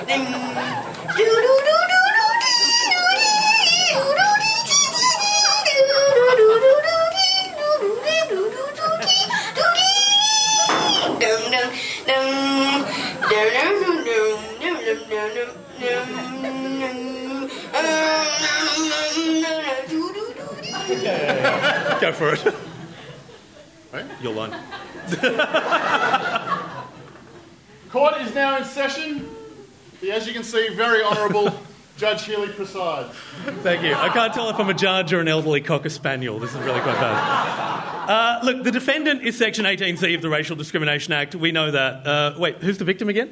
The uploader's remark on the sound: We broke out of the 2ser studios and headed down the road to our friends at 107 projects in Redfern, Sydney for the Just Words live event. We were overwhelmed when more than 100 of you turned up to sit in the dark and listen to us make a podcast. As the event was recorded live the sound is not as crisp as we usually like it, but we hope you feel like you are in the room.